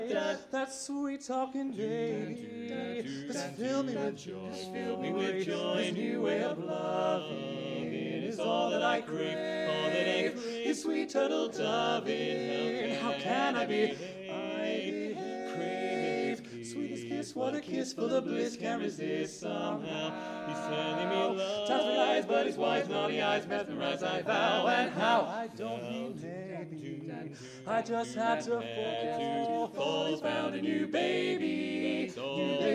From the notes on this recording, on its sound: At a concert in West Yorkshire featuring some of the very best of British Barbershop. The concert was recorded at Pudsey Civic Hall on April 22nd 2023.